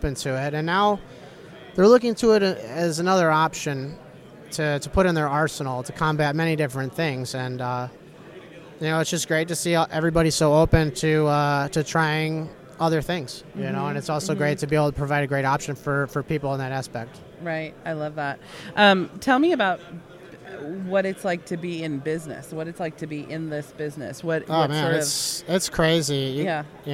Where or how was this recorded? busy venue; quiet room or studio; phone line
busy venue